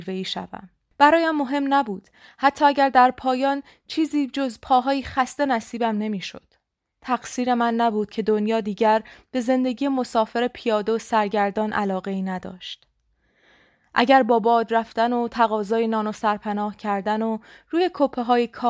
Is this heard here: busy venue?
no